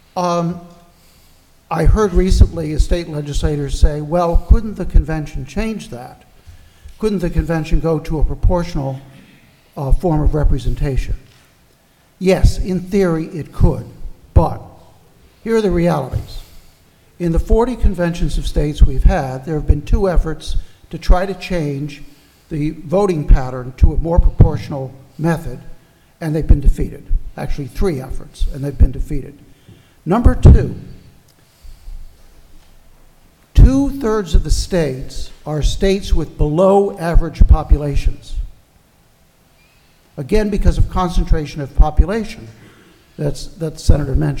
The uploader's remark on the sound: in front of a packed room of state legislators at a 2021 conference in San Diego